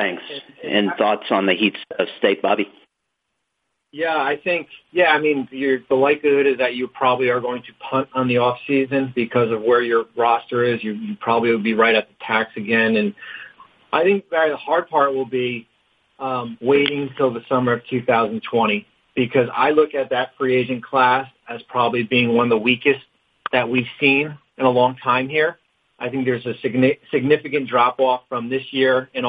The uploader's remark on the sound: NBA Draft Combine Conference Call